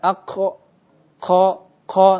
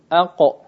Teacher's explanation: jadi makhrajnya dia rapat, tidak boleh direnggangkan, yaitu tidak boleh dialirkan udara. · Shown in: second take · Aqo, qo, qo, ini salah. · Term: huruf qaf